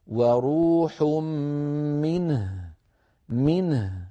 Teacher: فلننتبه إلى الجمع بين الساكنين، هذا سائغ لأنه بسبب الوقف، ولا بد من بيان النون إعطاها حقها من البينية، والهاء إعطاها حقها من الرخاوة والهمس